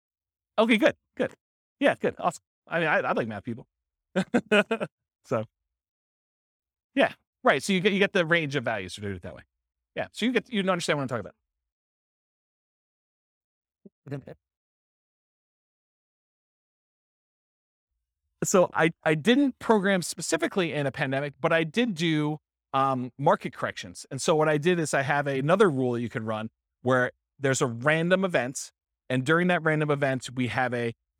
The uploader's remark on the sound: This was a live class recorded